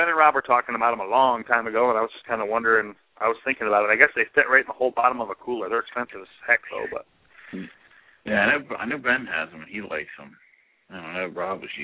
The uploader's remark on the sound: Live Vendor Call In radio show